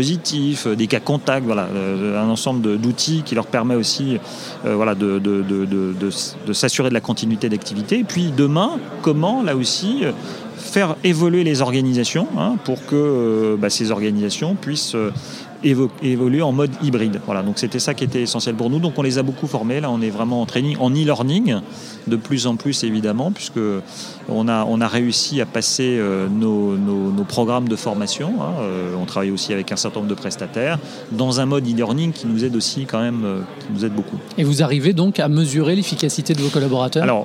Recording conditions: busy venue